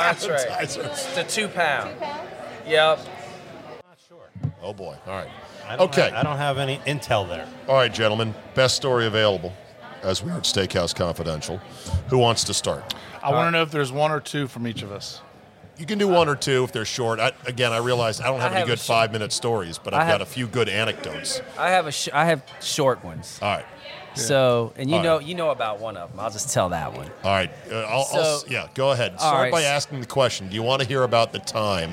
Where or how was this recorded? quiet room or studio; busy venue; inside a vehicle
busy venue